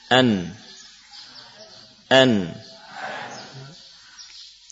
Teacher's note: Nun dibaca dengan idhar, yakni dibaca dengan meletakkan ujung lidah pada gusi dengan tetap memberikan sifat-sifat yang dimiliki oleh nun tanpa memperpanjang gunnah